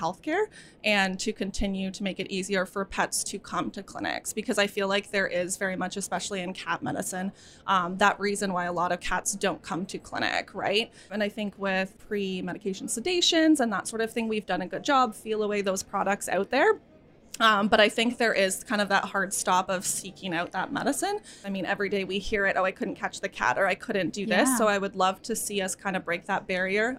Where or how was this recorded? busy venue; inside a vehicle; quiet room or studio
busy venue